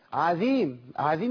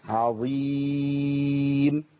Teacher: اخلص العين المرققة من الضاء المفخمة وبعدين الياء مرققة بعد كده · Shown in: second take · يبقى انا اوقع المفخم بين مرققين اقول ايه؟